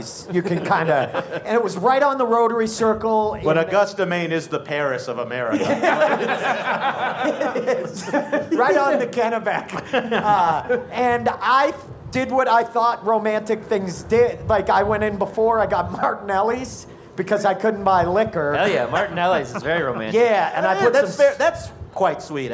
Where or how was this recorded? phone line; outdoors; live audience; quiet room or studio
live audience